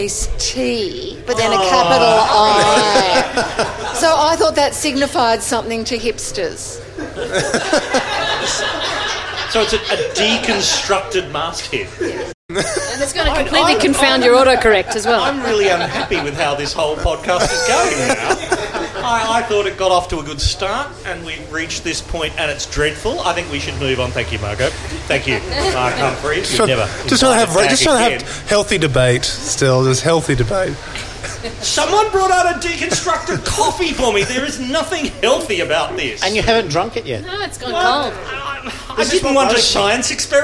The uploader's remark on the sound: This episode was recorded in front of a live audience at the Hurstville Ritz Hotel.